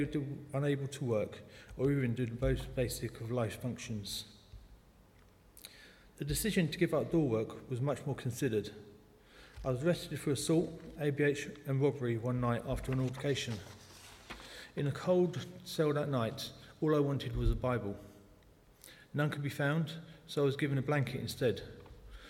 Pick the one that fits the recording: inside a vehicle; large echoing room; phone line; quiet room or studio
large echoing room